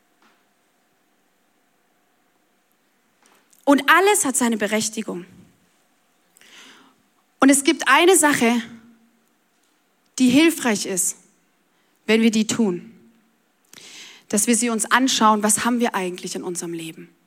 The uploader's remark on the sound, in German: Audiomitschnitt der Predigt